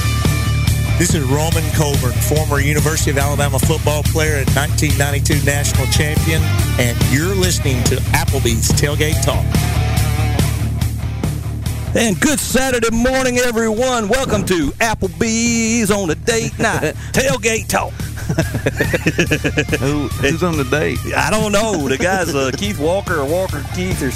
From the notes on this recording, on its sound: Live at the Elkmont Car Show.